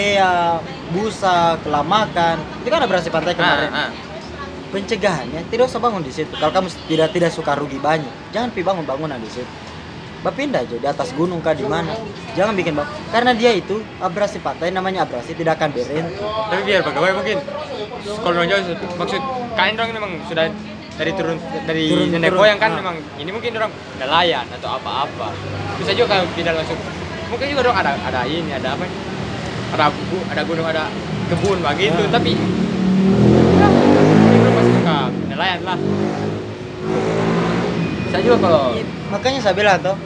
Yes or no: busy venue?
yes